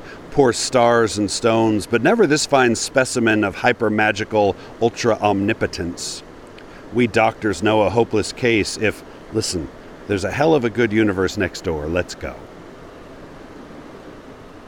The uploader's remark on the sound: Recorded on the shore of the Virgin River in northern Arizona, at the edge of the Mojave Desert. I was sitting on a big, jutting chunk of red sandstone, surrounded by Joshua trees and cacti.